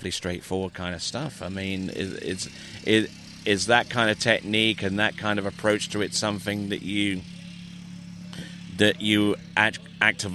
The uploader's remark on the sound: This was recorded at the recent Syndicate Hilltop Pro-Am Slalom Tournament.